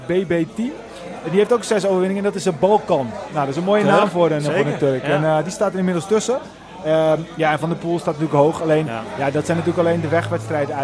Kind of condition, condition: setting, busy venue